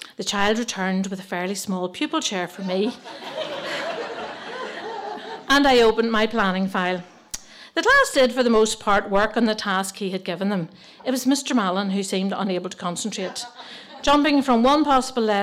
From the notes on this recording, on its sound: Three wonderful stories told at different tenx9 events. Tenx9 is a live storytelling event where nine people have up to ten minutes each to tell a true story from their own life on a particular theme.